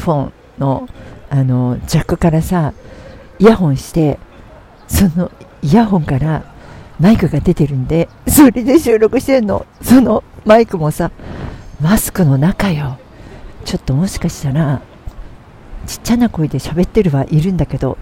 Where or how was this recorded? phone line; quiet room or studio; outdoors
outdoors